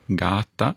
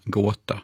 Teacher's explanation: så långa främre A blir Å